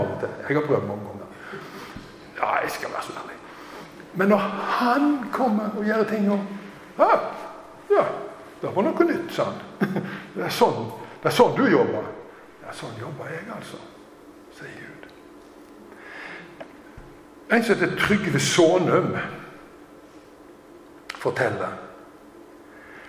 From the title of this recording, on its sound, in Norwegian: Tale i Zoar 29. oktober